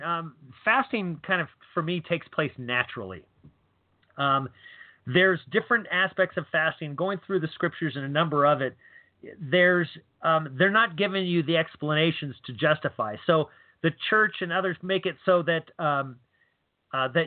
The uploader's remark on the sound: Taking your calls live on the air.